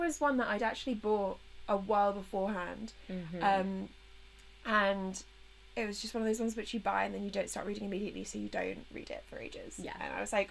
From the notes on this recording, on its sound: Apologies for the laptop fan and crackles in the background!